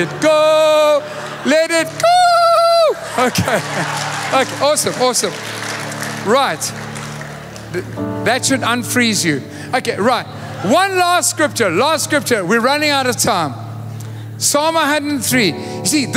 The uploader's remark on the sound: Recorded live on Sunday 20th August the 2023